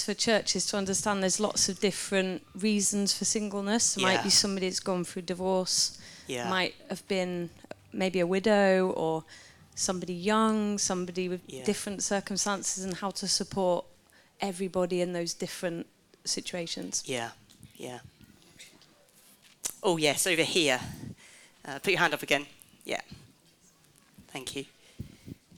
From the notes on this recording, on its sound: This last talk from REVIVE, our annual festival bringing the churches of the network to a field in Canterbury for a weekend of Bible Teaching, Worship, and great fellowship together as churches.